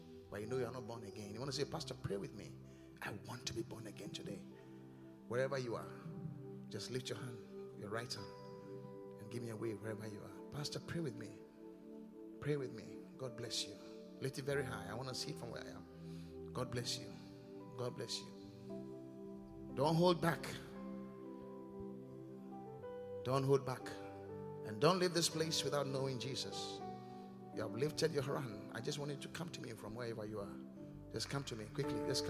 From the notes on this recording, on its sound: Preached at The Qodesh